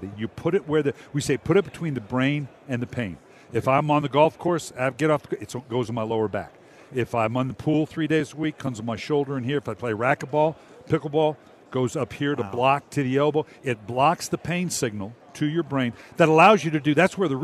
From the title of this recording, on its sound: live from Super Bowl Radio Row